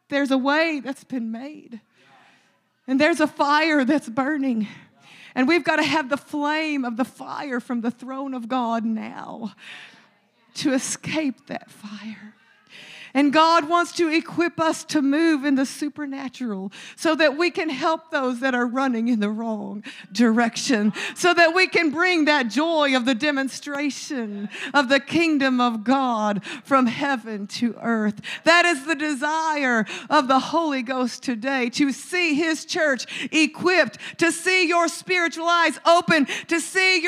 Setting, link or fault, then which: setting, large echoing room